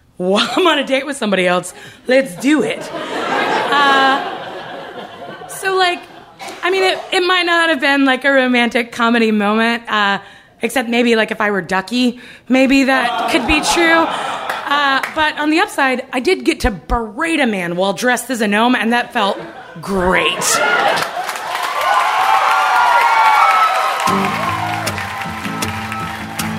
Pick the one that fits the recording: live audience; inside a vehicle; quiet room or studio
live audience